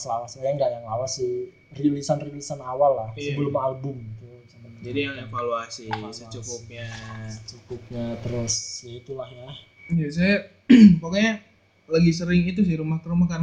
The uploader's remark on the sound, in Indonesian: Maap yak suara kurang jelas, gak ada yg mau beliin mic pooo..??